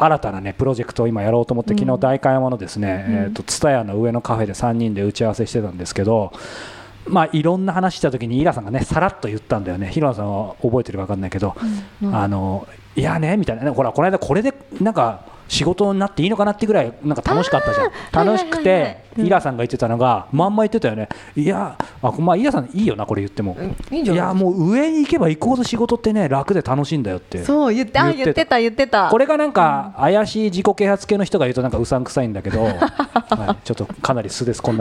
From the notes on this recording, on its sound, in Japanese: 初の公開収録！今回も昨年の11月30日に行われた公開収録の続きです。